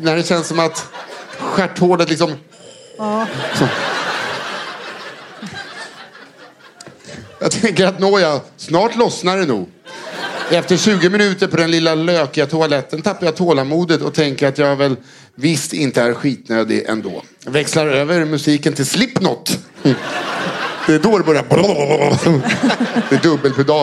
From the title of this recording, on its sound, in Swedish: Live på Scala